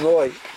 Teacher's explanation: It should not end up with the sound of noah, but it should end up with the sound of noi. The oh sound with a yud afterwards, modifying it to make it a little more like an oi.